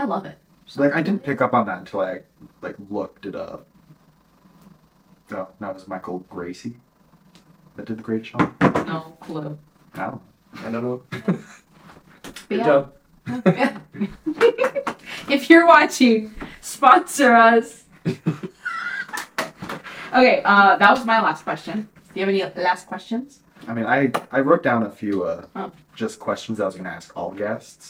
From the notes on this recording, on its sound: First off id like to apologize for the sound quality, forgot to record with the mic